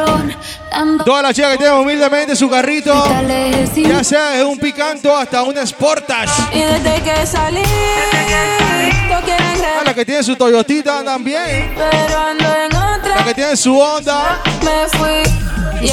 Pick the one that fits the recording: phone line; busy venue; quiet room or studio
busy venue